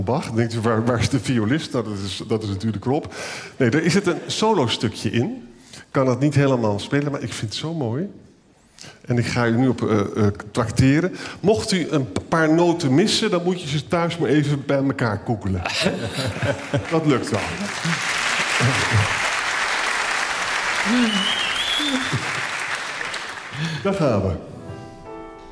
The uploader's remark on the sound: live in Tivoli, Utrecht